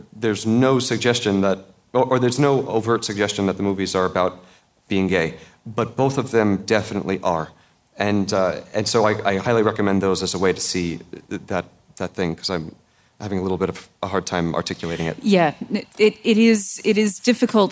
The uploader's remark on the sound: Recorded live at WXR 2017.